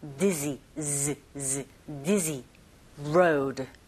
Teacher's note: Z 발음은요. 여기 목젖 부분이 살짝 떨리는 느낌을 느끼시면서 발음을 하시면 돼요.